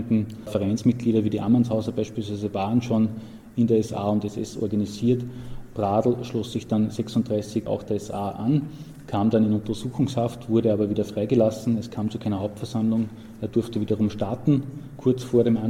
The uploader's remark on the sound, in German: Der Vortragsmitschnitt musste von mir für die Wiedergabe gekürzt werden